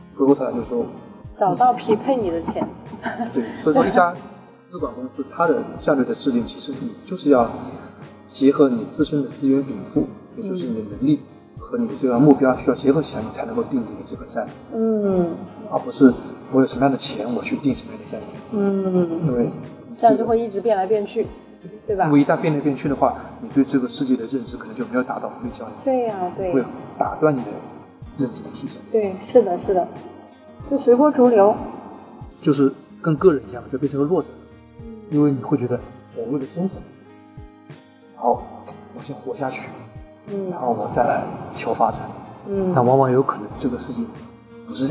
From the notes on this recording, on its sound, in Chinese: 这期节目因为是6月青训营课程结束后，直接在大课场地录制，因为会场过大导致收音效果不好。我们试图找了专业的外包工作室进行修音，也尝试通过AI翻译转文字，虽然真的尽力了，但效果都不尽人意。